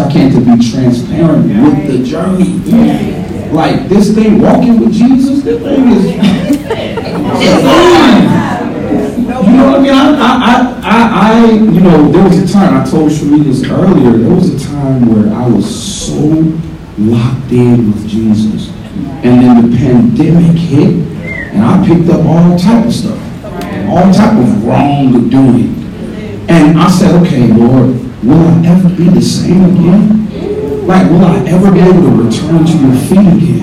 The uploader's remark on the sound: Listening Party_Live From Atlanta, GA. Woods Gospel Entertainment Podcast live from the road.